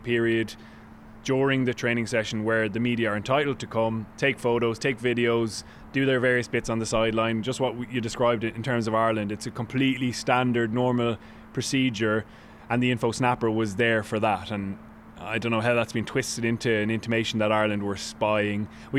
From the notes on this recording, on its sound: live from the captain's run